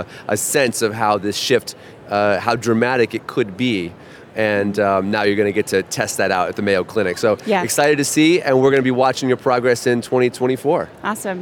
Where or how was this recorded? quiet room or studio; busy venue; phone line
busy venue